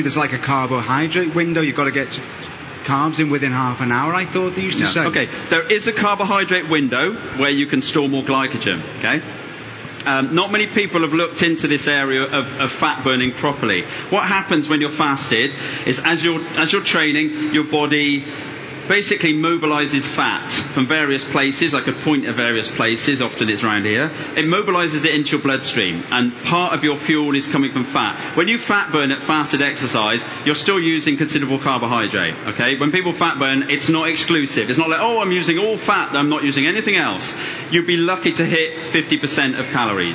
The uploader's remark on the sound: Recorded at the London Tri Show